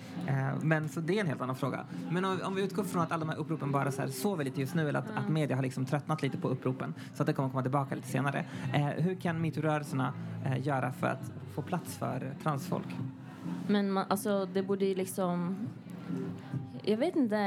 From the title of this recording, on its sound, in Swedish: Live från Statement Festival